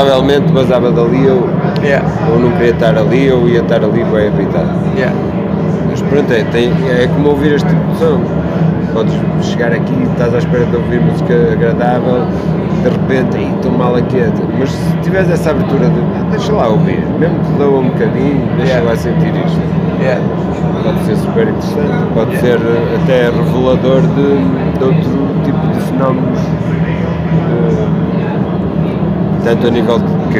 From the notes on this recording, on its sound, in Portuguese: Após o concerto na "Matinoise" em Braga, organizado pela "Cantigas do Poço". Entrevista gravada na "Matinoise" das Cantigas do Poço no Rockstar pub, em Braga.